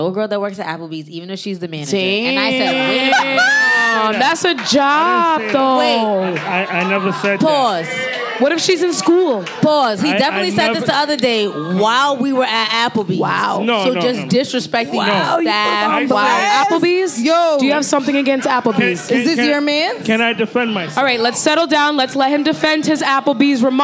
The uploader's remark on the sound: Spark Up went LIVE! Recorded live at Trade Pop-Up.